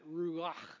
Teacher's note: It's got that ch sound in Hebrew that is a cross between the C and the H, and you get that guttural sound